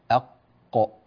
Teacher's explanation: أول مخرج، أول ما يقابلنا في اللسان، في آخر اللسان، في الداخل آخر اللسان، منطقة تسمى أقصى اللسان، يعني أبعد شيء في اللسان عن الخارج، عن الفم، أبعد شيء في اللسان يخرج منه حرف القاف